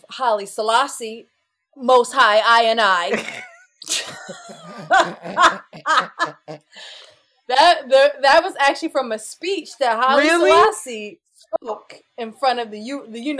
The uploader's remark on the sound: Due to personal events, we were not able to use our recording equipment so the audio is not ideal but the content is there.